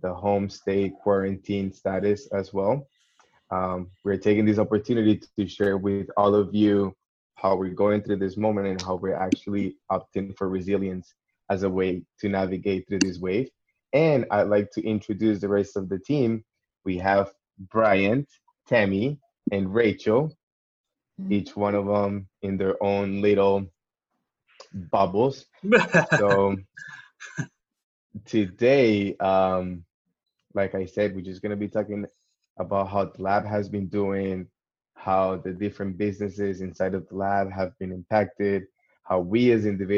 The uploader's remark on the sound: our first Zoom call